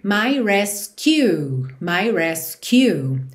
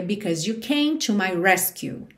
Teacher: essa palavra resgate em inglês é rescue. rescue, ou seja, sílaba tônica é a primeira sílaba. · Shown in: second take